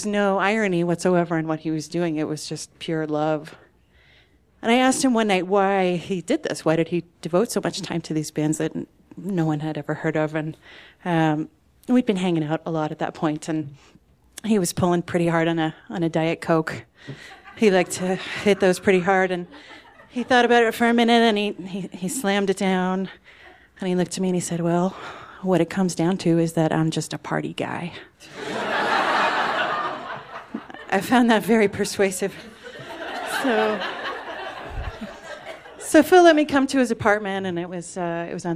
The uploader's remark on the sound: These stories were recorded at The Deer Pile